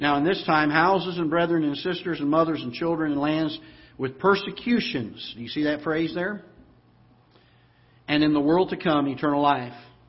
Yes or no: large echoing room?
yes